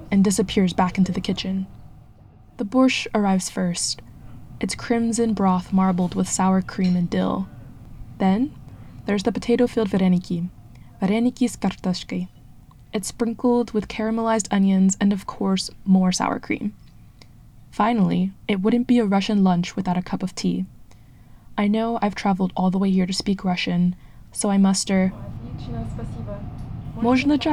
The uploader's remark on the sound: grabs some soup and dumplings at a Russian restaurant in Brighton Beach, Brooklyn